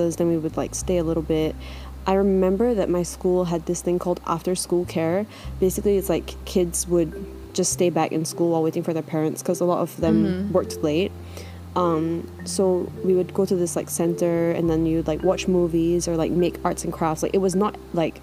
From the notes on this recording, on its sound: both our laptops kept making loud fan noises.